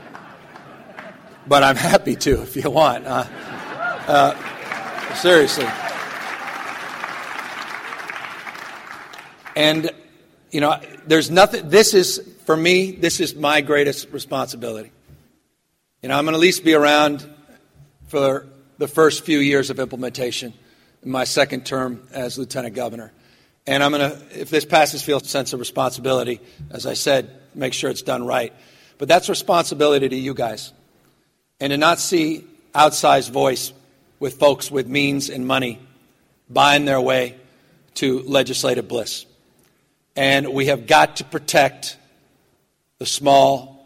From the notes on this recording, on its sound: keynotes the 2016 National Cannabis Industry Association’s Cannabis Business Summit & Expo in Oakland, California